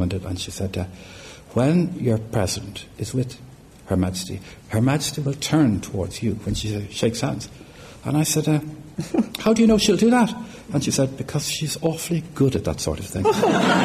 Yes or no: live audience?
yes